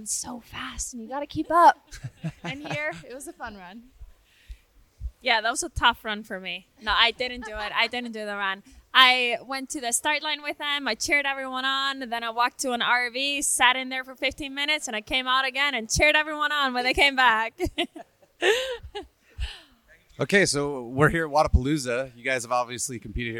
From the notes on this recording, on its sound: Live from Wodapalooza. We were down in Miami at Wodapalooza.